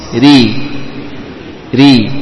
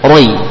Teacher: Ro tebal ketika fathah, tapi ketika dikasrah tipis. · Shown in: first take · Ri. Jadi jangan dibaca roi, ya.